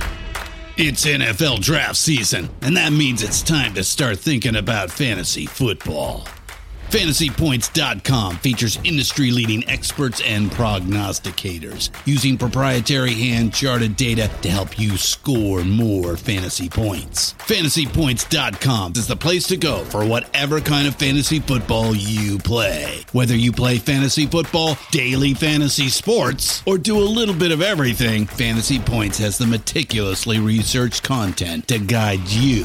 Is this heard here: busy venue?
yes